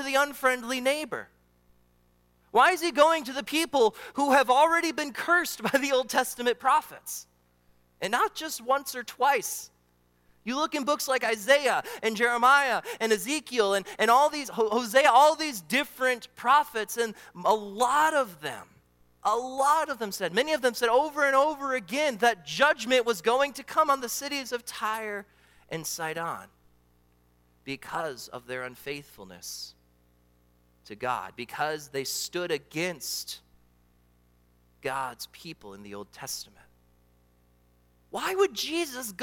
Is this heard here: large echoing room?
yes